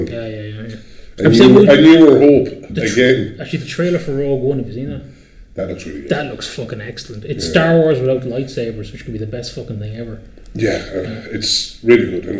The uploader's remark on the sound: This was recorded in a much bigger room this time due to preparations for The Galway Games Expo. As a result of this, the recording may contain a lot more reverb than usual.